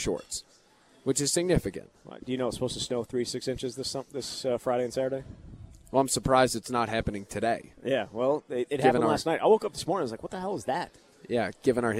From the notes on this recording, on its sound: live at Monk's in Sun Prairie